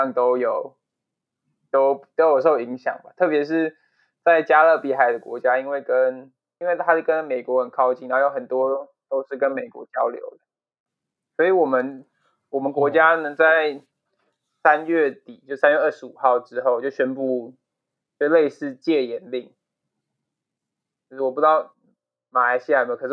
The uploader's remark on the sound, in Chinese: 出於遠距離錄音的關係，這一集的音質可能不太好，請大家多多包涵。